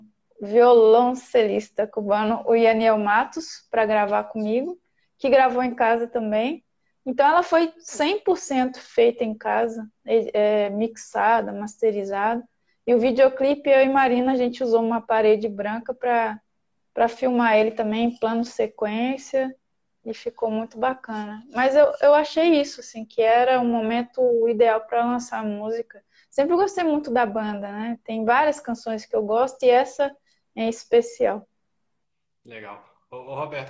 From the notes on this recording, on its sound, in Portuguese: esteve ao vivo no instagram da Alvorada FM